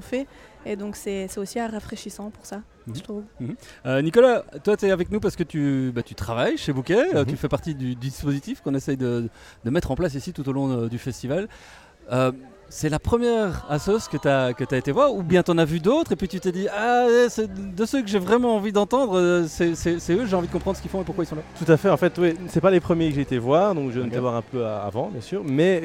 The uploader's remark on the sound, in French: Festival Esperanzah! 2022. Media est présent au coeur du festival, à la rencontre des participants, des artistes et des ONG qui font vivre cette édition 2022.